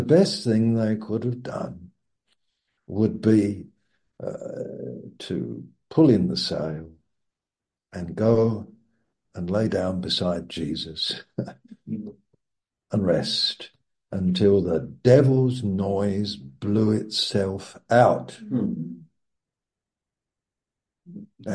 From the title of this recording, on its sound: Malaysia Meets (Zoom)